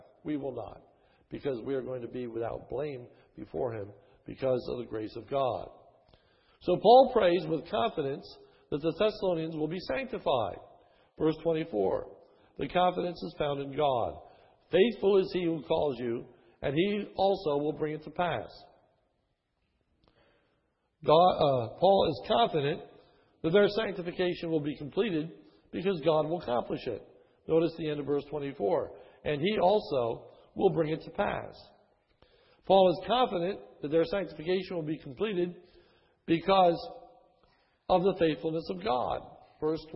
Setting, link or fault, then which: setting, large echoing room